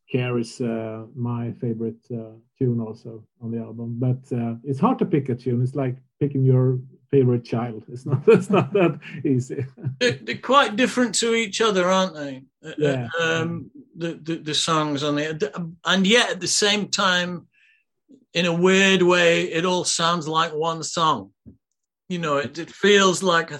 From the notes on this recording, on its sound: Q&A LIVE. I then decided it would be a bit of a laugh if we did it all (kind of) live and got selected questioners to drop by and put them to me in person. The result was a very informal Friday night Zoom hook-up.